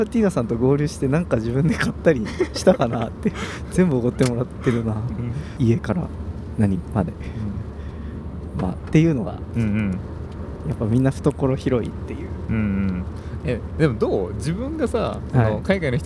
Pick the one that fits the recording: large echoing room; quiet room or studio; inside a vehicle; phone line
inside a vehicle